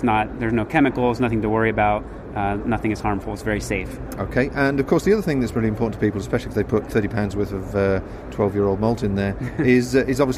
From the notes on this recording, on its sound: recorded at the recent Outdoor Show in July 2014 at Friedrichshafen in Germany